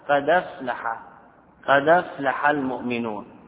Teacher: إلى الحرف الساكن الذي قبلها على الدال، فحركت الدال صارت متحركة، والهمزة سكنت فأسقطت طلبا للخفة · وأما هنا لا، الأصل النقل، نقل حركة الهمزة إلى الساكن قبلها